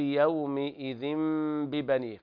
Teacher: من عذاب يومئذ ببني، قرأ حفص بخفض الميم يومئذ، وقرأ ورش بفتحها يومئذ ببني، وهنا إقلاب لوقوع الباء بعد التنوين